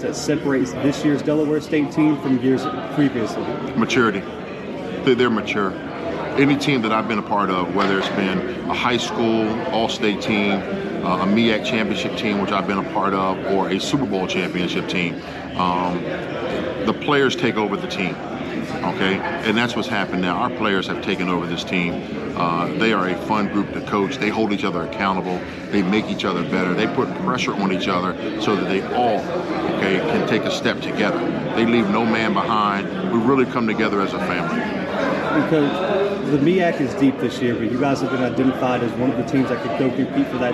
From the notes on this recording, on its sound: live from MEAC Media Day in Norfolk, VA.